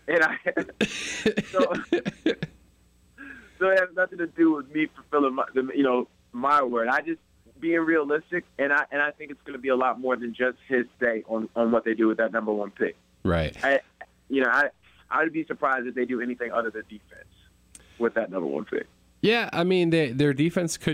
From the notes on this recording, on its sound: joins the pod via telephone